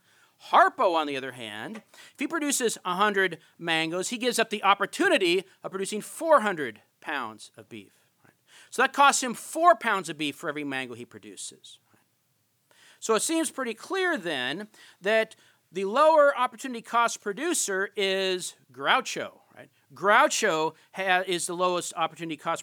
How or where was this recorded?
large echoing room